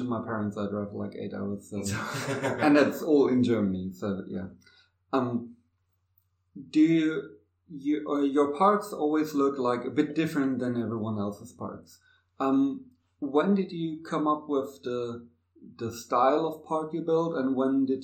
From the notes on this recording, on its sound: This week I actually did an in person interview. Who came by the ASI Shop where we recorded. Sadly the room at the ASI Berlin Shop we recorded in had a bit of an echo. Please excuse the audio.